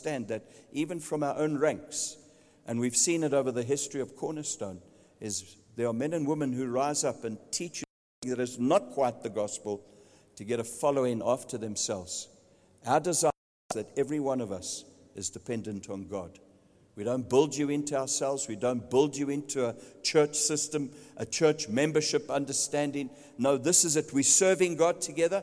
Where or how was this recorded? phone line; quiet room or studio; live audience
live audience